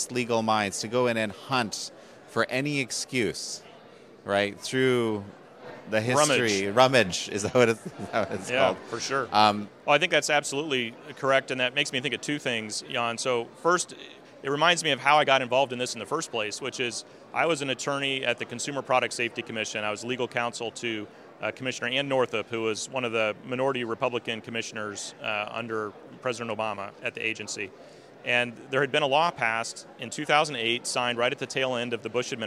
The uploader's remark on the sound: At the Conservative Political Action Conference